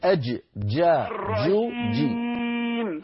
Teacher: الجيم الفصيحة محبوسة الصوت